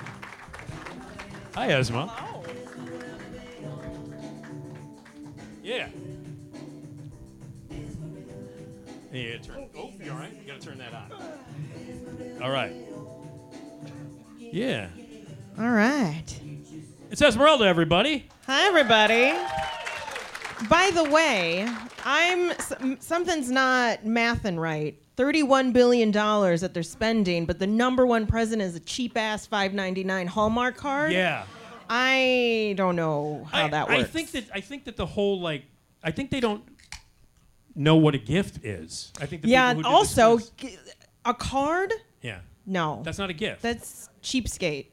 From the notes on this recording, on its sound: Recorded at Zanies Comedy Club in Rosemont, Illinois. The show includes hilarious audience interaction. The classic “Screaming Guy” sound effect is played for the crowd.